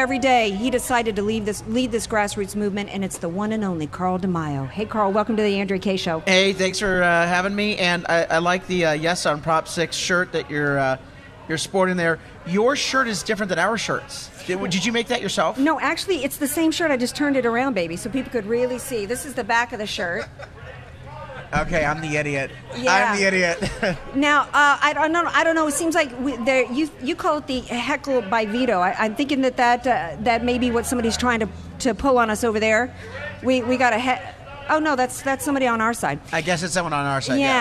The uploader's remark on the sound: Live from Yes on Prop 6 Rally at Valero Gas Station in Chula Vista!